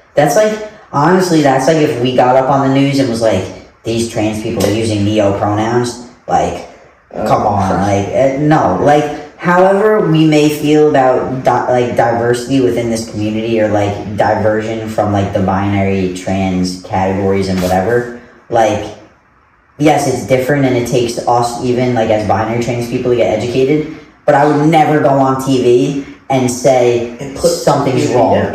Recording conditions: poor microphone